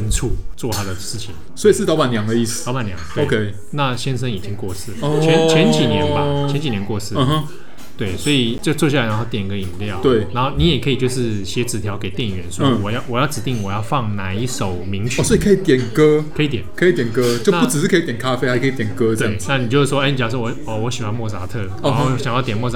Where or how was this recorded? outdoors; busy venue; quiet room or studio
busy venue